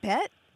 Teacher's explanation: it does have that tone scoop, but I think it's more of a challenge than a question